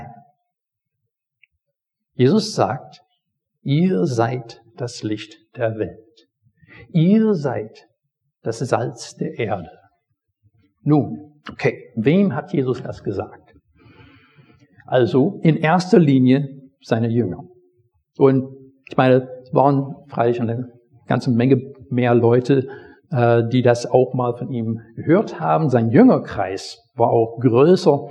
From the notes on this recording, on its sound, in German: Predigt aus dem Gottesdienst